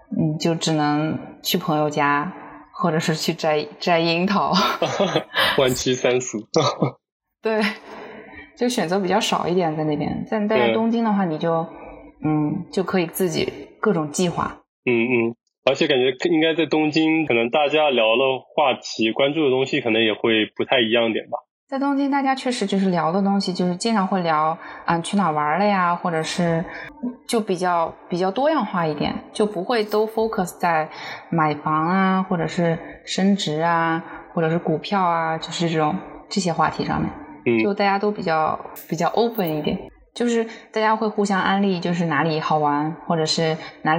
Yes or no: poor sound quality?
yes